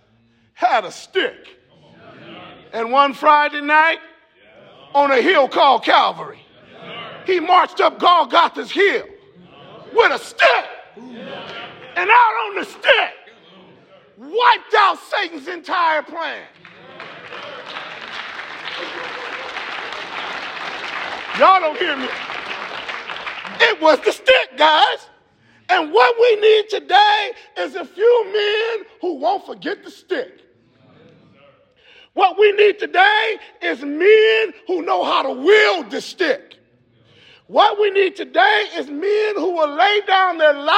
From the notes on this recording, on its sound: Preaching at the Wheaton College football team chapel